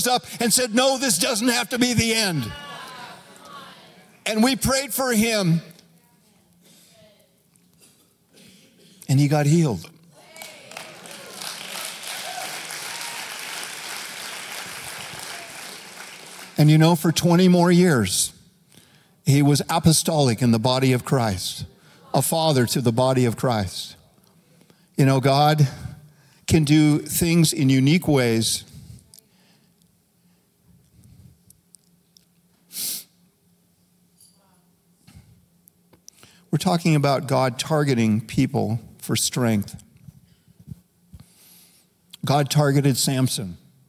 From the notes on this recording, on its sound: Recorded live at Capital Church in Meridian, Idaho